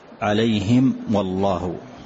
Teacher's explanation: واحذر لدى واو وفاء أن تختفي لقربها أو لاتحاد، يعني إذا أتت الميم واحذر لدى واو وفاء أن تختفي لقربها، الواو مع الميم نفس المخرج فمتحد المخرج ومختلفة الصفة · Term: إظهار